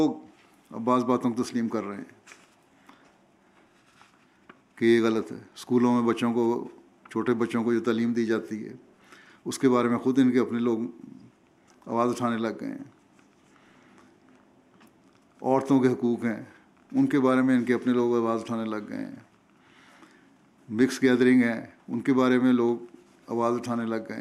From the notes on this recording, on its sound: Jamia UK Convocation 2019-2022: Keynote Address.